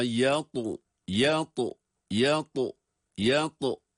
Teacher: Yatu hem kalın hem kalkale sesi.